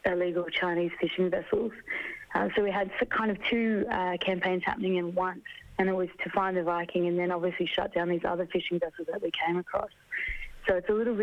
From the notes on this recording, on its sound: on the phone